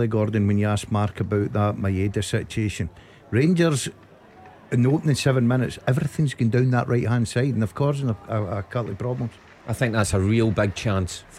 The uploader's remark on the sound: In the studio. Report live form Celtic Park as Celtic take on Rangers.